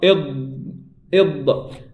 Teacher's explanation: كله اللسان يلتصق بالحنك الأعلى · Term: الضاد